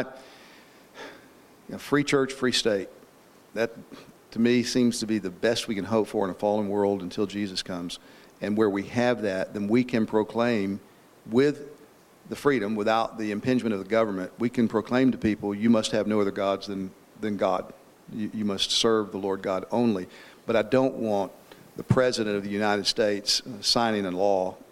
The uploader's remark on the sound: This panel discussion was held on December 6, 2019 at the Founders "The Law and The Gospel" national conference in Cape Coral, Florida.